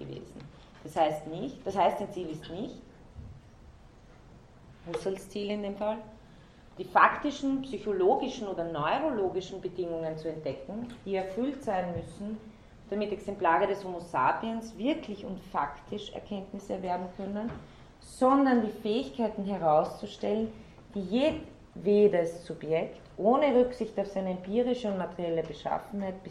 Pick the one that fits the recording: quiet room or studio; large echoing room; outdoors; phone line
large echoing room